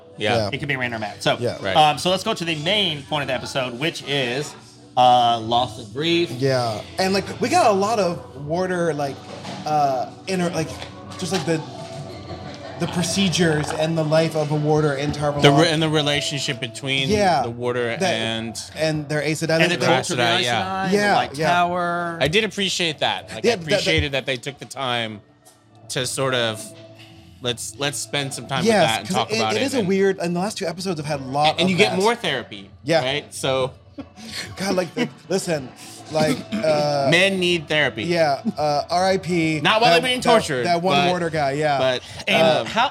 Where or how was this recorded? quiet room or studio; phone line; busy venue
busy venue